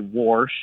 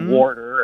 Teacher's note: I hear a lot of old folks say warsh and things like warder, and so I hear that extra R get added occasionally · Term: R insertion